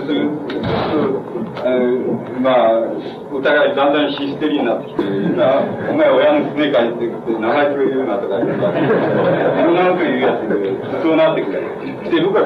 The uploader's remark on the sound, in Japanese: 主催：國學院大学文芸部 共催・國學院大学文化団体連合 場所：国学院大学412教室。校内放送をはじめ周辺のノイズが 多く入っており音質はよくない。質疑応答も途中で切れている。